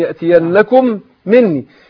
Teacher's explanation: بعدها يأتينكم مني، يبقى الميم أدغمت في الميم، يأتينكم مني، ميم يأتينكم أدغمت في مني، في ميم مني، فأصبحت إيه؟ ميم واحدة مشددة